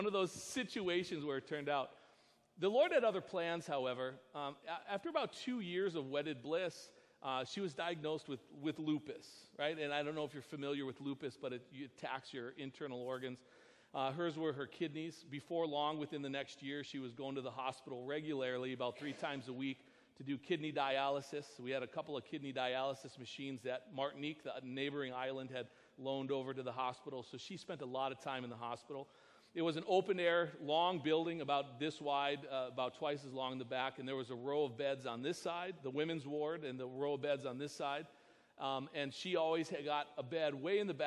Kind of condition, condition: setting, large echoing room